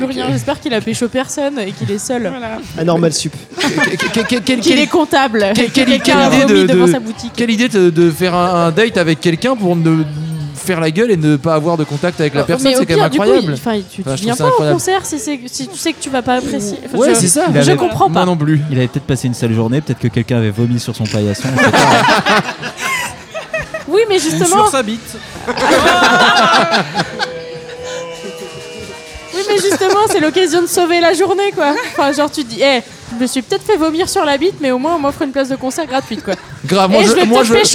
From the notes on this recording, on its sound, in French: épisode enregistré chez Touller outillage (Paris 11e)